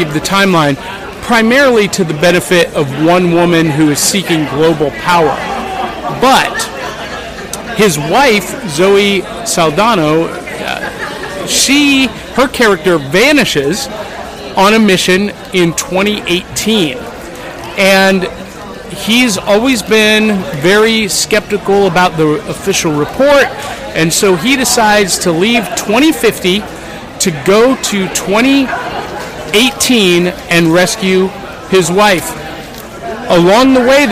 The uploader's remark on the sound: live from Nashville Comic & Toy day